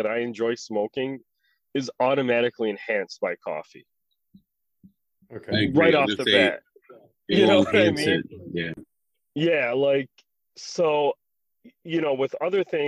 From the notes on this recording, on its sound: This episode sounds like it was recorded in two cars and a bathroom.